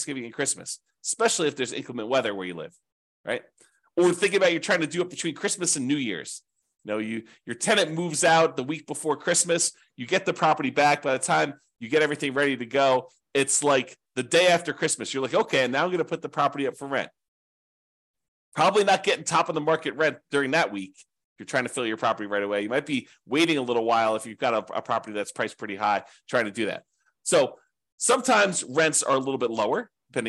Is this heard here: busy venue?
no